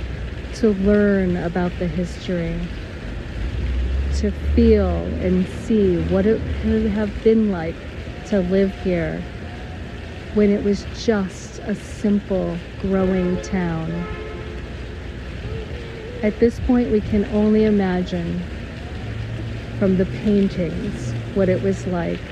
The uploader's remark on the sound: In the Old Town of Philadelphia, Pennsylvania, USA. This is a special on location Walk and Talk of our Mindfulness Summer Tour 2022.